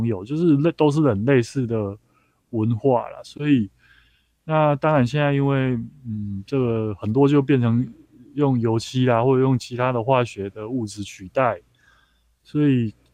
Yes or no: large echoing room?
no